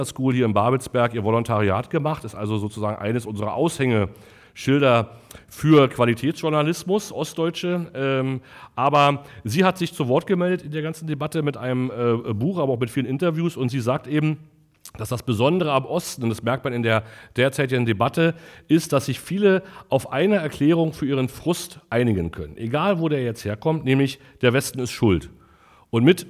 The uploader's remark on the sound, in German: Live vor Publikum im 1448zwo in Potsdam-Babelsberg.